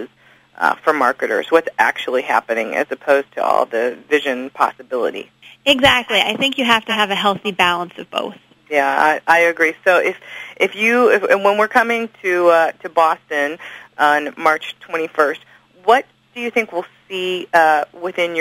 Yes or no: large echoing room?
no